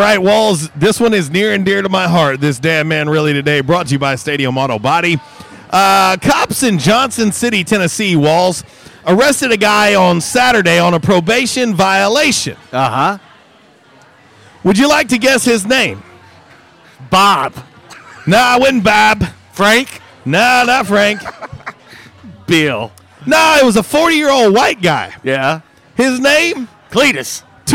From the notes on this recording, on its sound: LIVE from J’Town’s Grill! On 95.3 The Ticket/AM-970, Ritter Communications Tubetown 21!